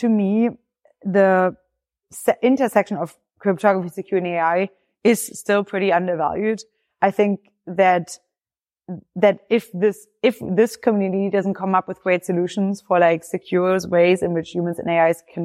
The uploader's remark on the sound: This was recorded at the Foresight Crypto, Security & AI Workshop. 50 Years in San Francisco.